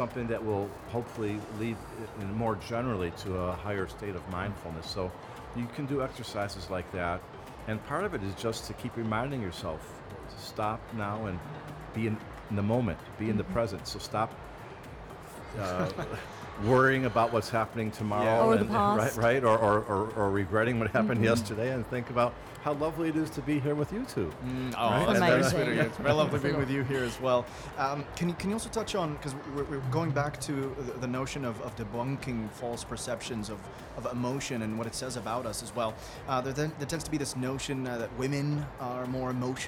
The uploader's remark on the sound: Live interview from SIBF 2022